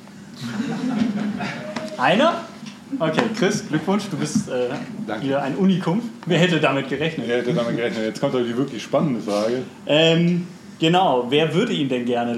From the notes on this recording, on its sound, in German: Book Release Party Replay. Live-Mitschnitt. Book Release Party im A Little Lost in München.